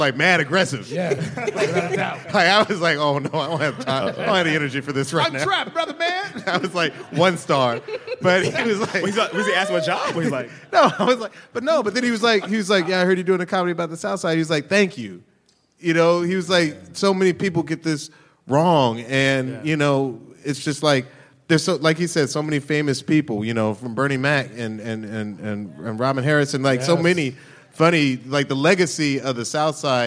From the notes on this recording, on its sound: Excerpted from the Code Switch Live show at the Studebaker Theater in Chicago. Live from Chicago. This episode is excerpted from the Code Switch Live show at the Studebaker Theater in Chicago.